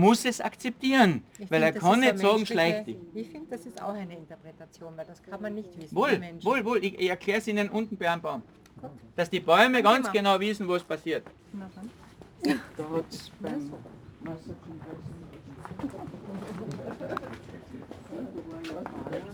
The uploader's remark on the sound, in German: im Rahmen eines Vortrags und einer Führung für den Kärntner Schriftsteller*innen Verband durch den Bonsai-Garten in Seeboden am Millstättersee